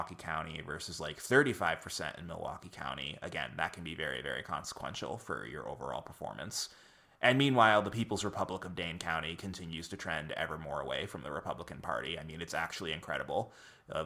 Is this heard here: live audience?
no